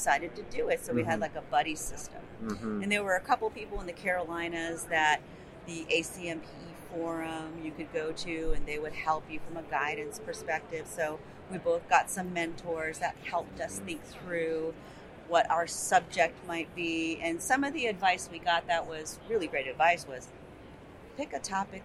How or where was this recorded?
busy venue